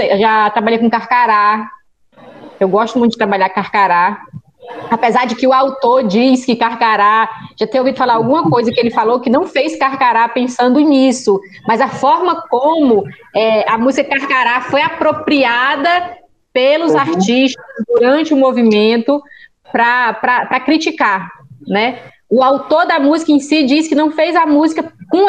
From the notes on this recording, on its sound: via Meet-Google.